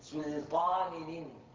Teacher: لفظ بثلاث نونات مكسورات متواليات لا فصل بينهن